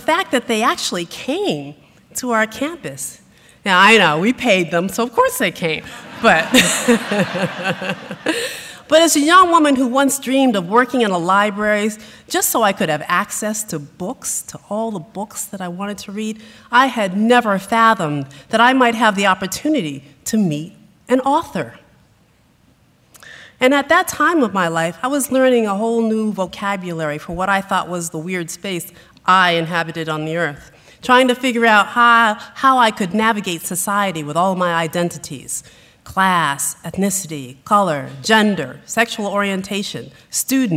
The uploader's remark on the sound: Recorded on April 27, 2015 in front of a live audience at New York's 92nd Street Y.